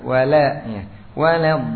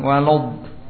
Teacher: lamnya tipis karena dia huruf istifal · Shown in: first take